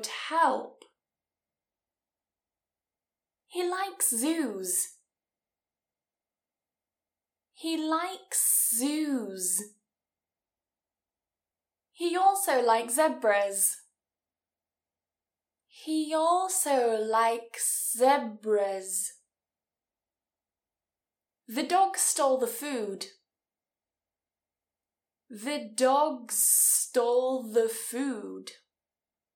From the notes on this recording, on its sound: the quality of the audio isn't the best here as I was using a different microphone, so please excuse the change in audio quality throughout the episode.